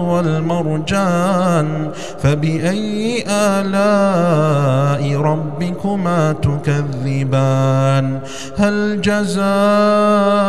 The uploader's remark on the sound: recorded at Green Lane Masjid, Birmingham, UK.